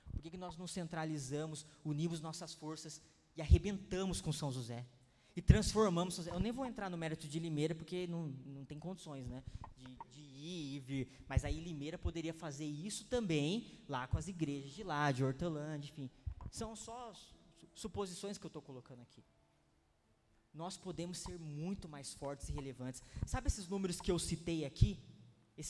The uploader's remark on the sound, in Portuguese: Palavra Ministrada no dia 22/02/2020 na Impacto Conference 2020